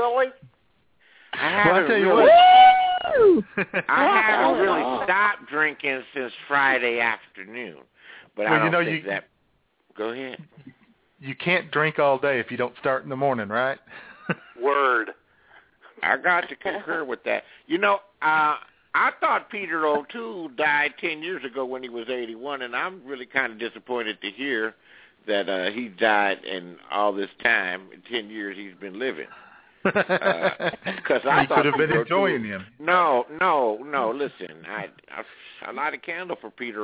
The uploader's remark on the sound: We will be broadcasting LIVE from our offices in Redneckville AR., Bagwine, OH, and our provencial office in Ontario, CANADA!! All of that plus your phone calls.